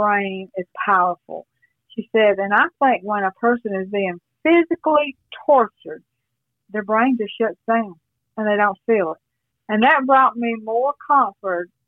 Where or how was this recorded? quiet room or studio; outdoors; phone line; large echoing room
phone line